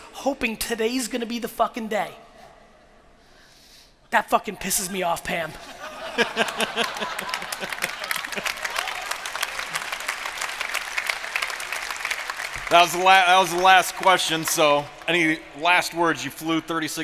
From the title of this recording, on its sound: Melbourne 2018 Keynote